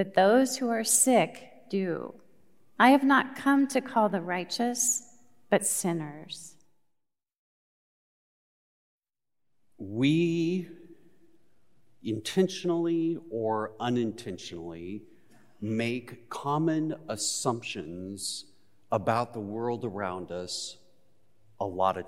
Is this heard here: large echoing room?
yes